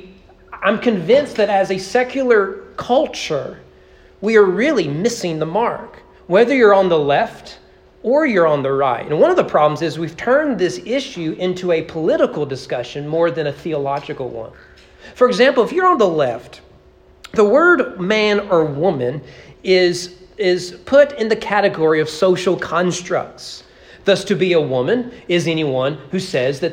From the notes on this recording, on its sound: Sermon preached at East Frankfort Baptist Church on May 14, 2023 (Mother's Day) during morning worship.